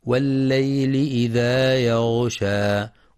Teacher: تفخيم الغين في يغشى مع بيان صفة الرخاوة فيها